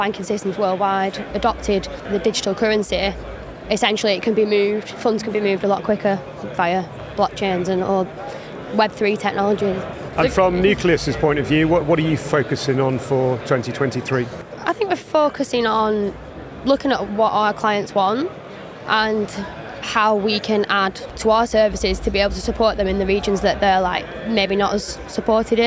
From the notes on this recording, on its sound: FinTech Connect, that took place at the Excel in London. We recorded a series of interviews from the Freemarket booth with a number of the speakers and attendees at the event.